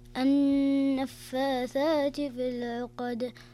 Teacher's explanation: النون المشددة يكون الحكم فيها غنة بمقدار حركتين